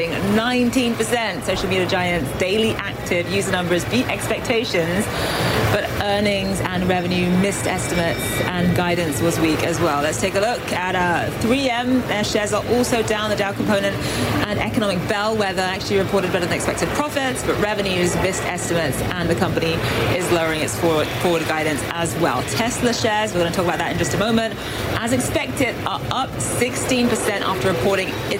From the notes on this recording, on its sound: live from the New York Stock Exchange